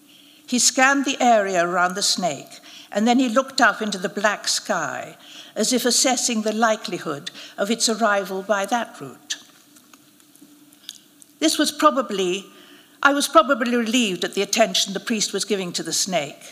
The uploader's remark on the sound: narrated at a special live event